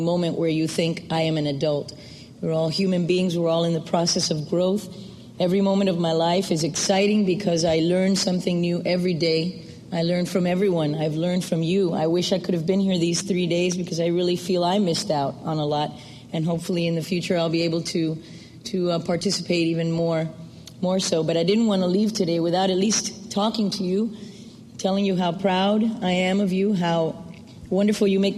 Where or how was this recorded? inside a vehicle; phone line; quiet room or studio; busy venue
busy venue